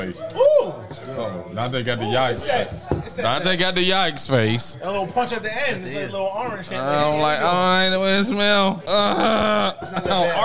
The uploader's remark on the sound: On today's show, we live at Panther Creek Brew's.